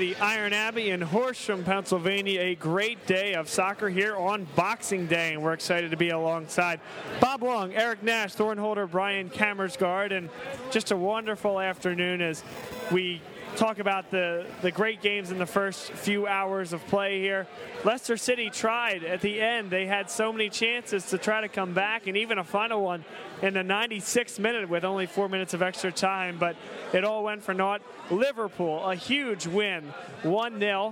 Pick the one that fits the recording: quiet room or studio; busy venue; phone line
busy venue